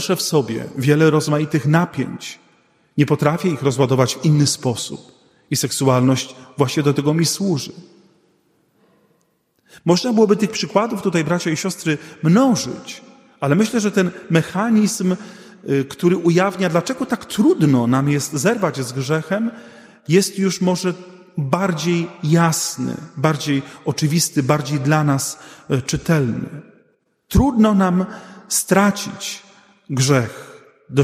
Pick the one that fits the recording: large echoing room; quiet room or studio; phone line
large echoing room